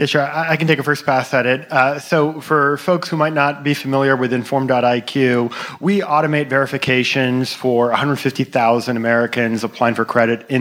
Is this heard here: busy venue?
yes